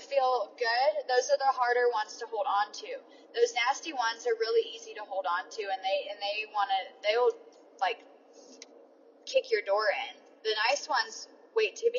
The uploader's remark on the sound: It is little off the cuff riffs with me in my car during my commute. These episodes are not about sound quality. I am well aware that it is far from professional sounding.